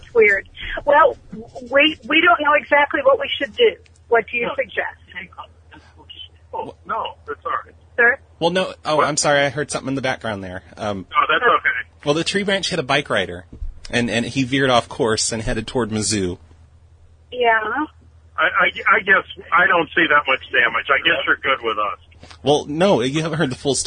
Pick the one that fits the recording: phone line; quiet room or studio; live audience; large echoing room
phone line